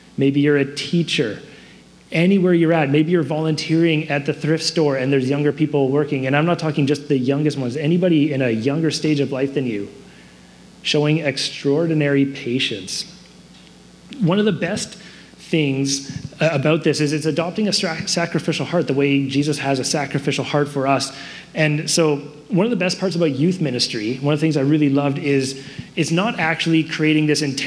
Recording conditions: large echoing room